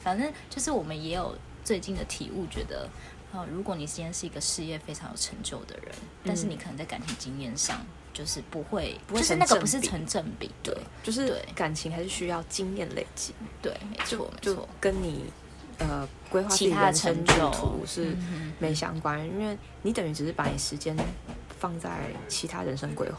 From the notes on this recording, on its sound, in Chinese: 這次一起見面錄音真的超級開心！有點抱歉可能背景有些雜音。